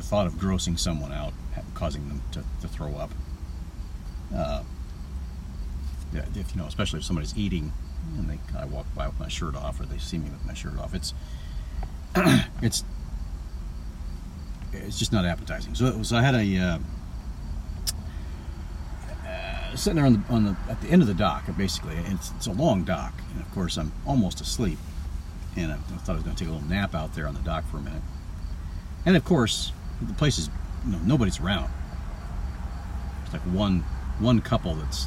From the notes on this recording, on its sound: This podcast comes from my car. Not while driving.